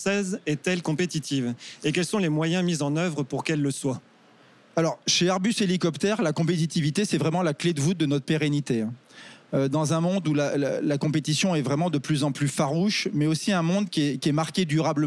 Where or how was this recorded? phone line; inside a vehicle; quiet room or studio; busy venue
busy venue